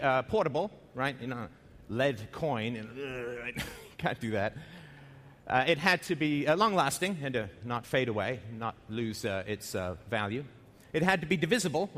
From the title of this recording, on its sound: at The Next Web Conference